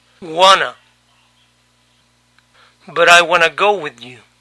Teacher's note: el sonido U de to cambió para un schwa, a. Wanna.